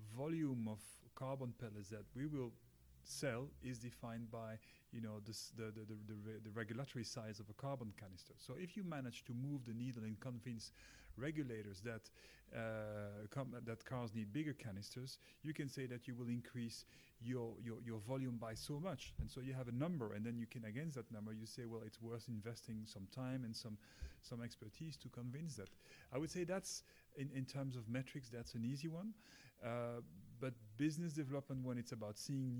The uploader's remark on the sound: the third and final show recorded at the Global ICCO PR Summit